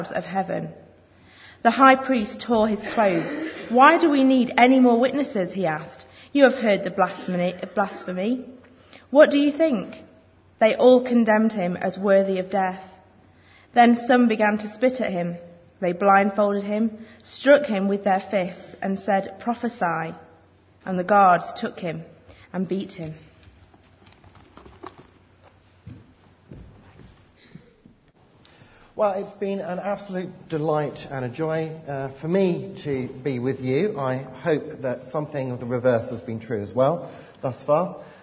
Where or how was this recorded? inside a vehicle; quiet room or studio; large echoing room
large echoing room